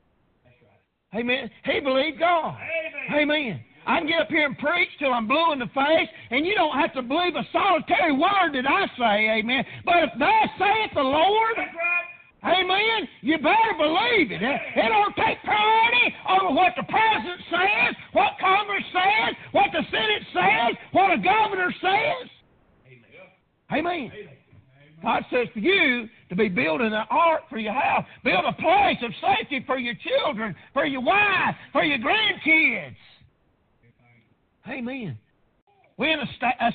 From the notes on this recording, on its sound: Preached on Father's day at Prayer Baptist Church.